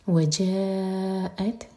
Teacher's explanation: جاء مد متصل، اس کے بعد حمزہ پر کٹ آف ساؤنڈ، تا ساکن پر حمز.